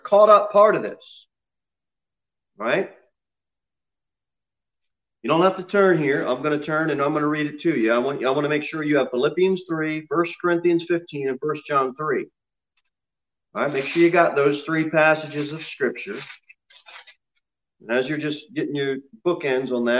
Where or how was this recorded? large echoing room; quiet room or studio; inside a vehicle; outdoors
large echoing room